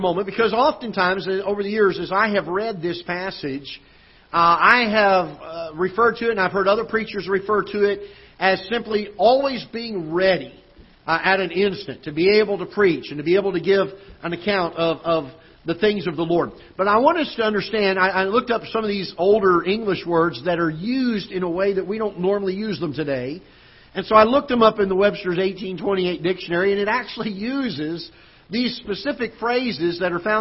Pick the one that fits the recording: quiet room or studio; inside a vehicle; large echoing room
large echoing room